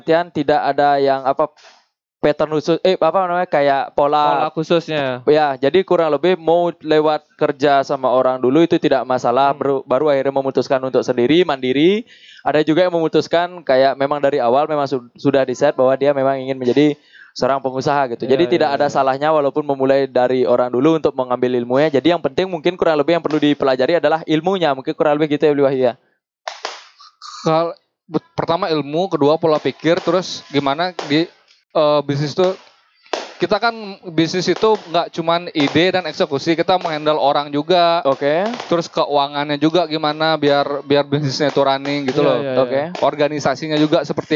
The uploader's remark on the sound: Live at Creator Corner by HIPMI Denpasar.